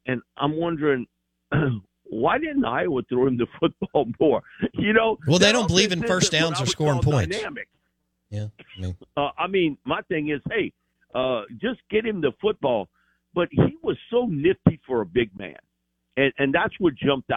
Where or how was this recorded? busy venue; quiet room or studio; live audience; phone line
phone line